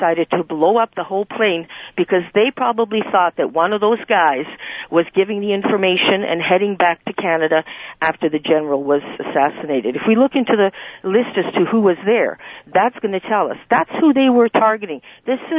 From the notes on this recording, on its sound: Opens the phones to hear from callers. Open Lines-Open Phones.